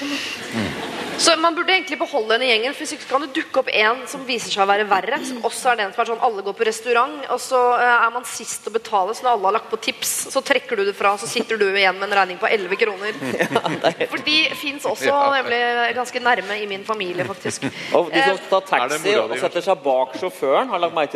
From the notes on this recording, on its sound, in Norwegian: Bonuspodcast: Live fra Ås.